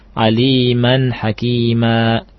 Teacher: berhenti pada tanwin yang fathatain yang selain dari ta'nis panjangnya 2 harokat, ya, pengganti dari tanwin seperti kalimat aliman hakima, ya, dari kata aliman hakiman, jadi kita berhenti aliman hakima.